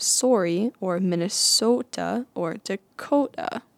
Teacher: Minnesota accents, on the other hand, have a tendency to draw out the O sound, such as in sorry or Minnesota or Dakota.